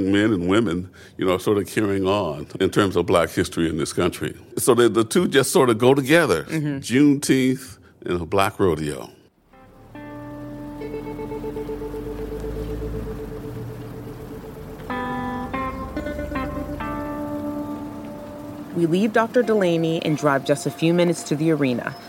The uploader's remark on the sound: Dallas, TX: Celebrate Juneteenth at the Texas Black Invitational Rodeo. From galloping horses and the hoots and hollers of the more than 300 competing Black cowboys and cowgirls. We take you behind the scenes of one of the most popular rodeo events around.